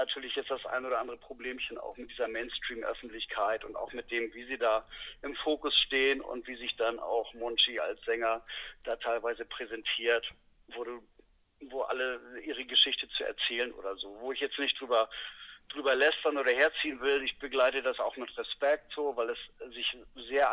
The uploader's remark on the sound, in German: Am Telefon in seinem Taxi in Berlin erwischt.